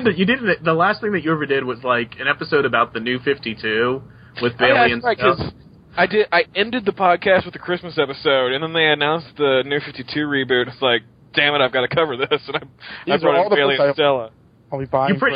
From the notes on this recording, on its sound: Live Callers